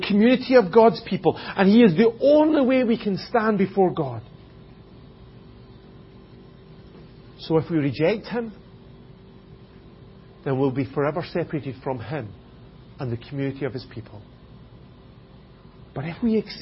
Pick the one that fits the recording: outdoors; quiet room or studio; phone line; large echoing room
large echoing room